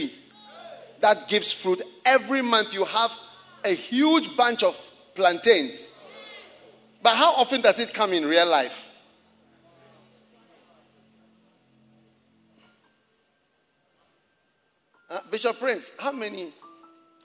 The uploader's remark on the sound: Preached at the Resurrection Sunday Service, First Love Church, Accra.